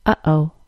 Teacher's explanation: The glottal stop is the sound in the middle of the word uh-oh. The glottal stop happens deep in your throat when the gap that allows air to pass through the vocal cords is briefly closed. Say uh-oh and notice how the air stops.